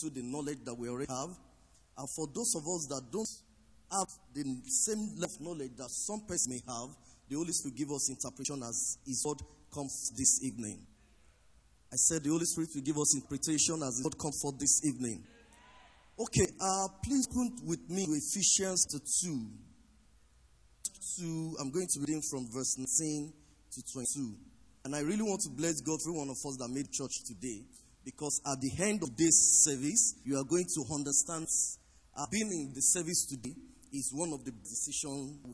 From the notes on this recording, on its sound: Recorded live at our Interactive Service